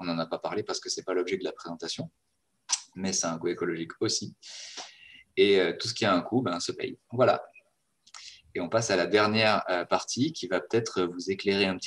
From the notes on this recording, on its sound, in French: Ceci est une rediffusion du webinaire enregistré le 2 février 2021